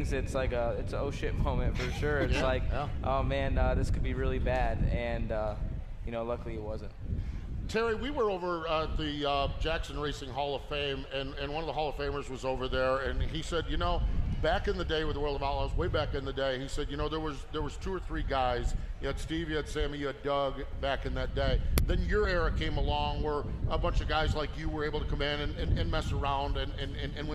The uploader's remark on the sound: live from the AGCO Jackson Nationals